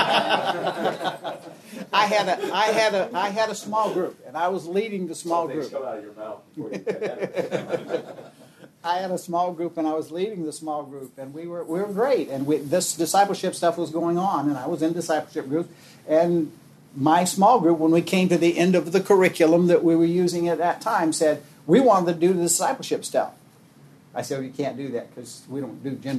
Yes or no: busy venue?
yes